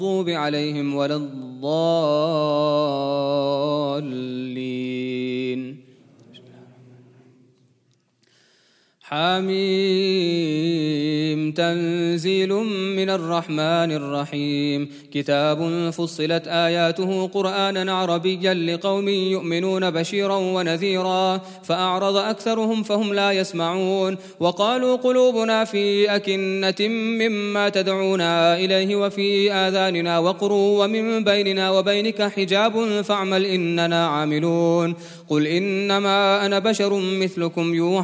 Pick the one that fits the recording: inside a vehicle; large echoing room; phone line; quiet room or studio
large echoing room